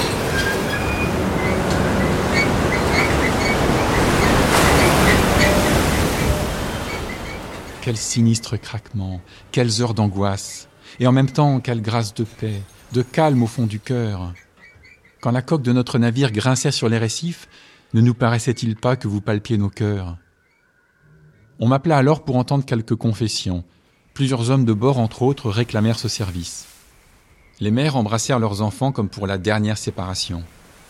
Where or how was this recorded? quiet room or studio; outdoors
outdoors